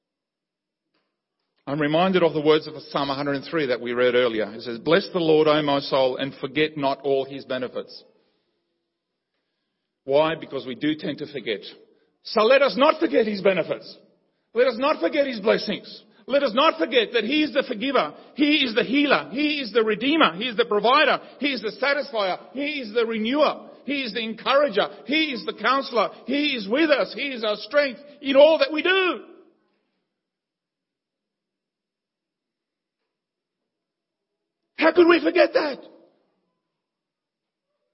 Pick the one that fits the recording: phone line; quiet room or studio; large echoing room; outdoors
large echoing room